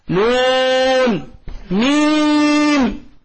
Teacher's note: حرف له هجاء من ثلاث حروف، وسطها حرف مد يمد إيش؟ مد لازم ست حركات